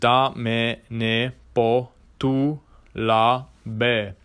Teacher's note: And then one of the ways you can work on this is you stop pronouncing such hard consonants when you go up higher. So you don't actually fully close on a T, but you change it to the Italian dental consonants